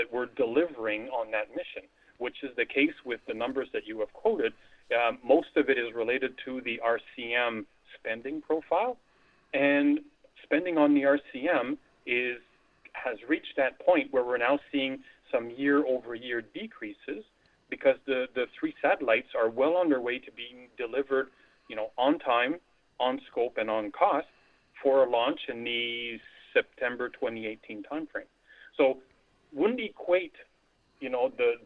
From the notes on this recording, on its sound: via telephone